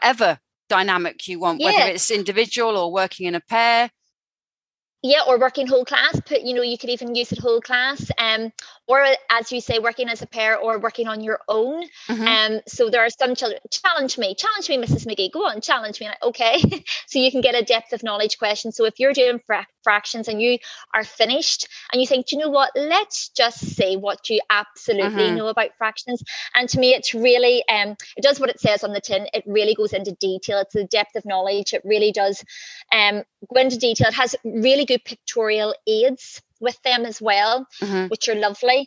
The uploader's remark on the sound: This episode is an edit of a live webinar and therefore will contain references to images and other resources throughout the episode.